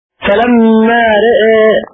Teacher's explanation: تقليل الراء والألف معا